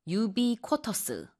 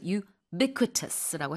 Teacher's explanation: The stress is on the b. · Shown in: second take · 여기에 스트레스가 있어요.